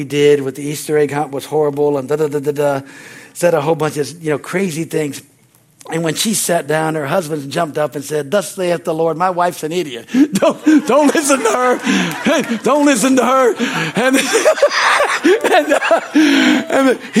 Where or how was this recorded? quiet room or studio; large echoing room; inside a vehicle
large echoing room